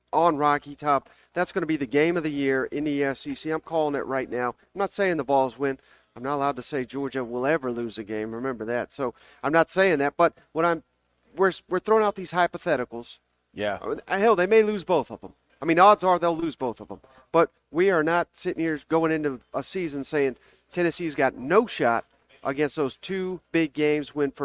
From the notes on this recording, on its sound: SEC Media Days LIVE! 2023 SEC Media Days live from Nashville.